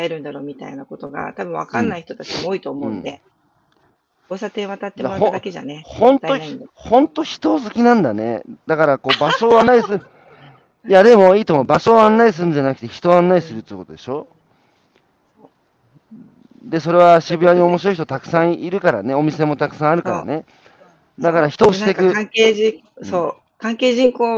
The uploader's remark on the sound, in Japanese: 歩きながら1時間、対談する